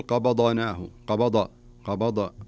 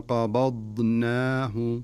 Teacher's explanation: ثم قبضناه بهذه الطريقة. وفي نفس الوقت لا تقلقل في الضاد، لأن الضاد ليس من حروف القلقلة · Shown in: second take